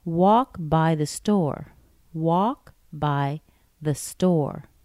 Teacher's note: Walk gets more stress than by.